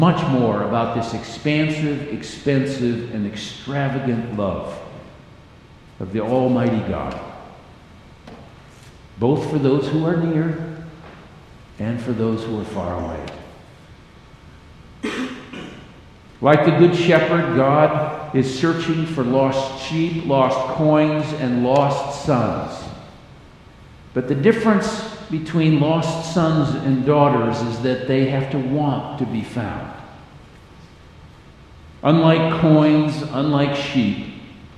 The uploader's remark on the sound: Message on a familiar scripture text was delivered during the Traditional Worship service.